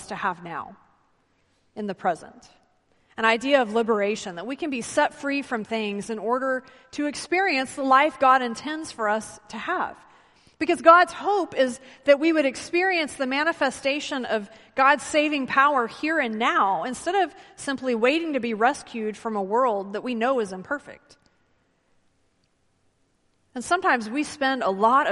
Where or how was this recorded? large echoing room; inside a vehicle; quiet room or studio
large echoing room